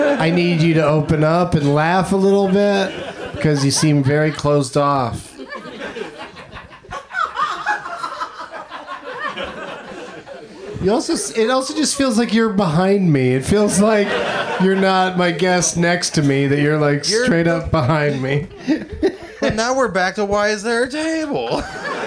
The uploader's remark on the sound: Live from the UCB Franklin Theatre